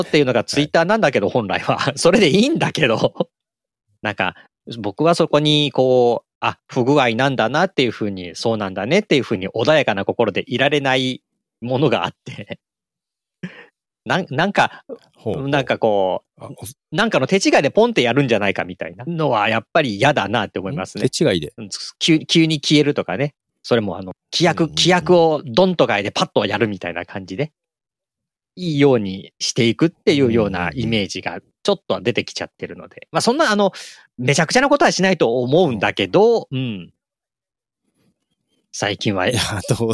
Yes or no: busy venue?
no